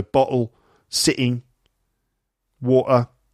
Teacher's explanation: T sounds in the middle of words are dropped. · Term: Dropping T's